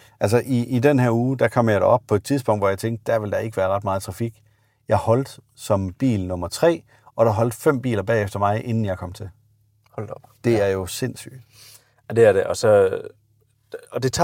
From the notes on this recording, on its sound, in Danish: Episoden er optaget i en Audi Q8 E-tron Sportsback